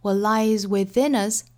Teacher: what 后面的 t 的发音我们顿一下，但是不爆破